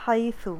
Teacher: یا پہ جزم ہے، اور یا سے پہلے اگر فتحہ یعنی کہ زبر آ رہی ہے تو پھر وہ ائی کی ساؤنڈ میں آ جائے گا · زبان سٹک آؤٹ ہوگی باہر، سافٹ لیٹر ہے